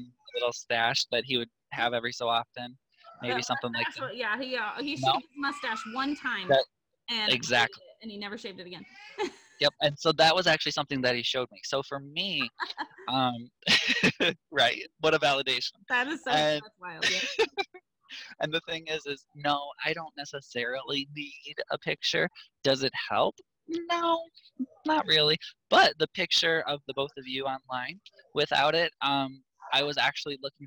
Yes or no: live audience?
no